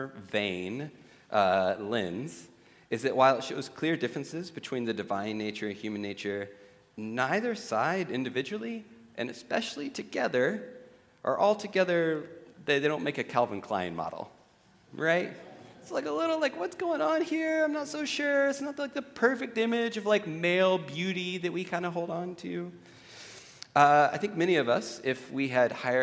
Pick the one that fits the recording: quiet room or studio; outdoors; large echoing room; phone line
large echoing room